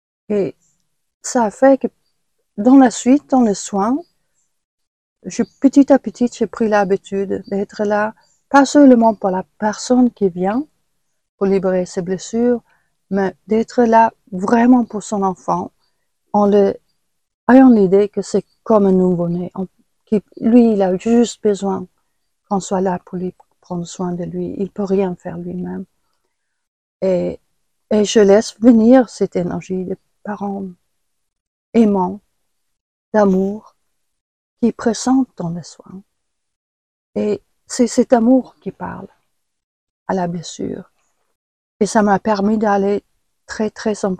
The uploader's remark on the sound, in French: Sessions en direct de 2020 par téléconférences.